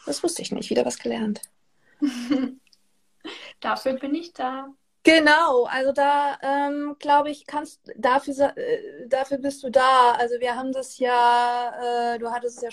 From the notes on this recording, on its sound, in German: In einem Instagram-Live sprach sie am 27.